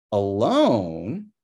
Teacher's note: For alone, it's low high low, with the high low going over to the alone part.